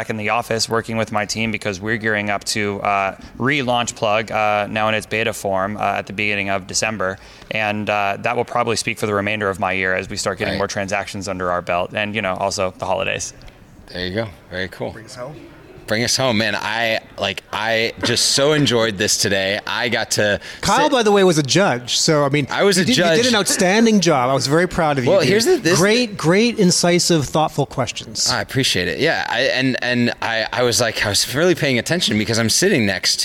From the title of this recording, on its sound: Live from Used Car Week